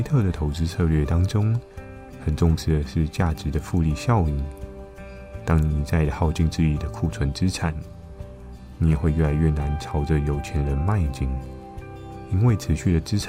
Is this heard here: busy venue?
no